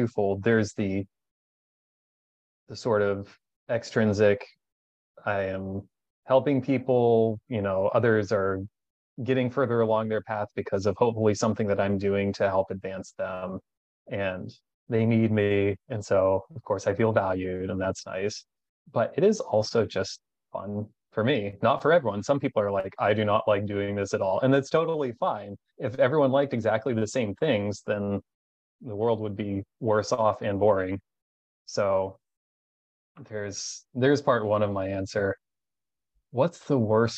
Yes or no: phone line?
no